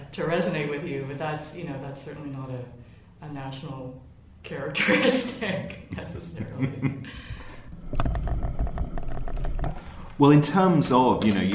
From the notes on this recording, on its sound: In a pair of interviews recorded at the Lakes International Comic Art Festival in Kendal